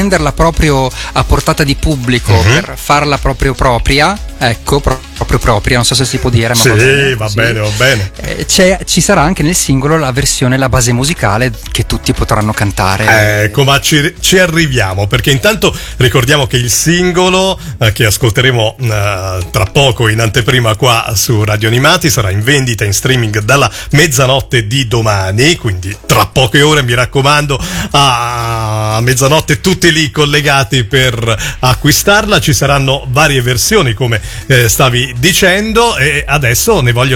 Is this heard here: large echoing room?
no